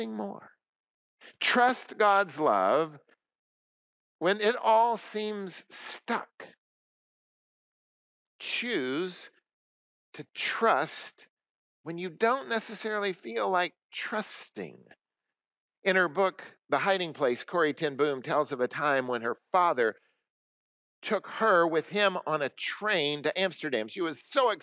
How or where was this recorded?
large echoing room